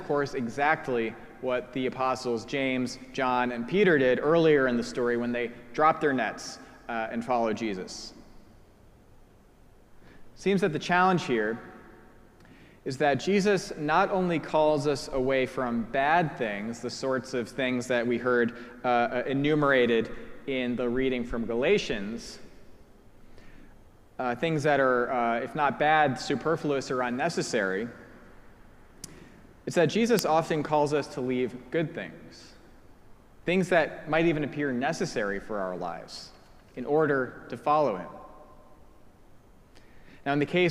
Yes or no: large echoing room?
yes